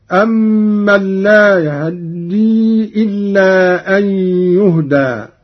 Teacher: اختلاس الجزء الأكبر من الفتحة مع السرعة · Term: الاختلاس